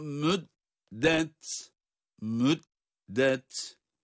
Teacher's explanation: dal harfi ince sonra da ta'yı kendi sesiyle çıkarıyoruz